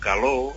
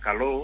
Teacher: També, per exemple, es pot veure que la L, quan diu calor, no? Amb aquesta calor, doncs és poc palatal, no? · Shown in: first take · O sigui, no sona igual que en castellà calor, però s'hi acosta una mica.